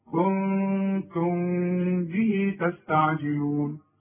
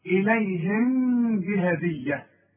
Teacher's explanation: الميم بدون تشكيل بعدها كلمة بتبدأ بالب، اذا برضو حخفي وغن، واذا وقفت الميم تظهر اقول كنتم، انما حاصل يحصل انفراد في الشفايف.